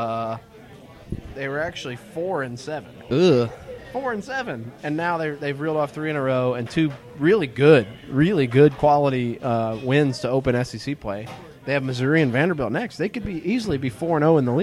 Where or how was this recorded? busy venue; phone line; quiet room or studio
busy venue